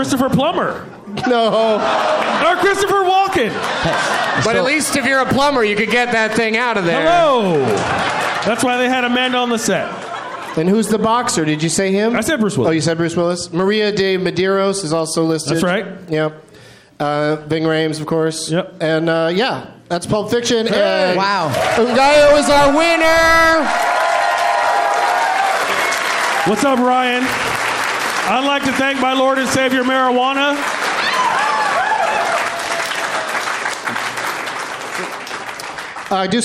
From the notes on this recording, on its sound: Live from Goodnights Comedy Club in Raleigh, NC